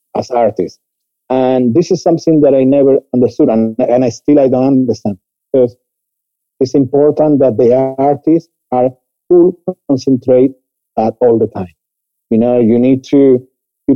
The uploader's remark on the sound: Joining us from Seville, Spain on this international flavoured Episode of Fni Wrapchat. Please be patient with the quality of recording as we continue to work remotely.